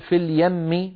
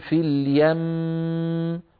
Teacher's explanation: نطول الميم، نطول زمن الميم، نطول غنة الميم · Shown in: second take